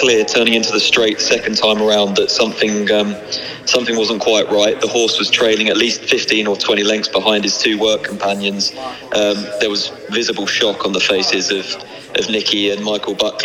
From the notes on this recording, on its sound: From the Hollow Bottom pub in Guiting Power, Glos, from the Cheltenham Handicap Weights launch.